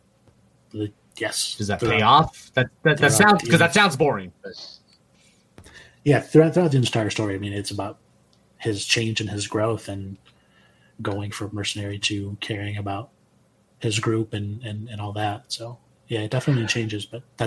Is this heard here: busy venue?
no